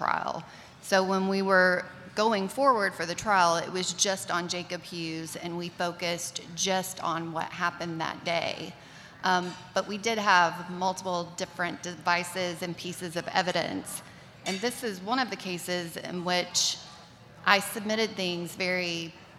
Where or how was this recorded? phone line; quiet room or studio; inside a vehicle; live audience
live audience